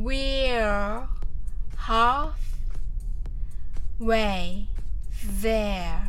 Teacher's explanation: there の the を言うときには舌先を軽く噛んで発音してください